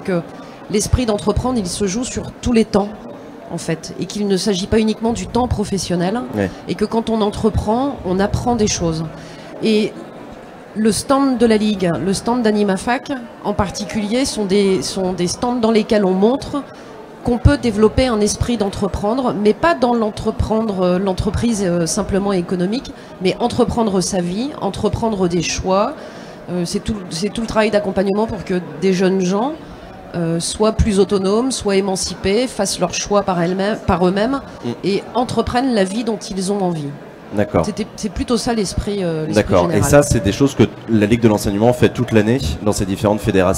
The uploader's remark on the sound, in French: Accropolis était en direct du Salon européen de l'Education - Salon de l'orientation 2017